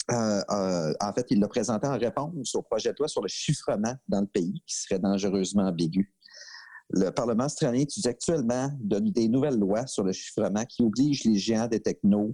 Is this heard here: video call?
yes